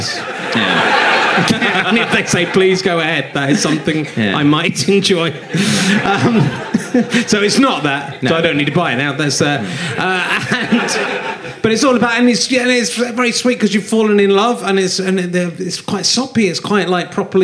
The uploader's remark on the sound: Leicester Square Theatre Podcast